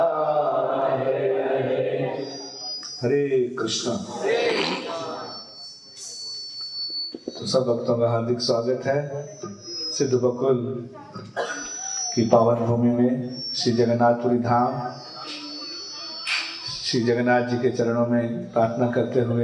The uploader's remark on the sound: Jagannath Puri Yatra 2020. Audience : Camp devotees.